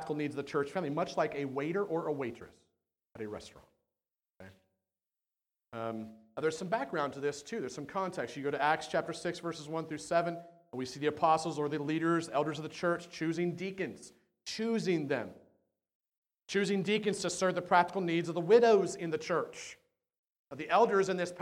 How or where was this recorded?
large echoing room